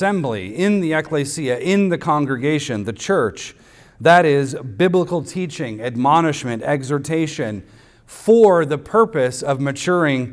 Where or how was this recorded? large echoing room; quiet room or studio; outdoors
large echoing room